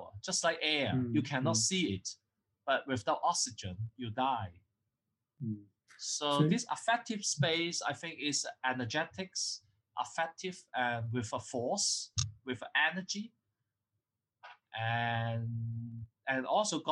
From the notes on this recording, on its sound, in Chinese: 錄音的品質不是很好，很抱歉，還在學習中。